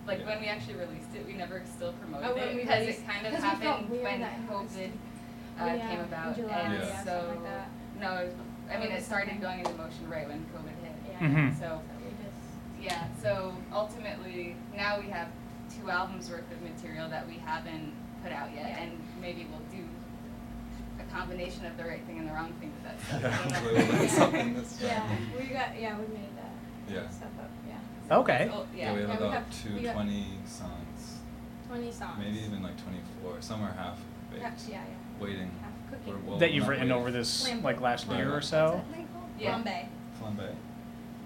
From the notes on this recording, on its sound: Play a live set in Providence's the Parlour. Special shout out and thanks to the Parlour for letting us record and Studio 121 for editing.